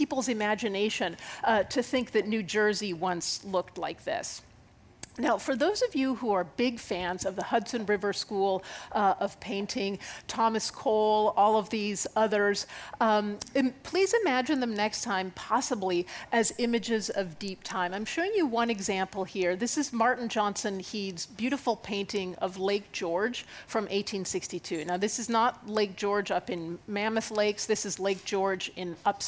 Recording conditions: busy venue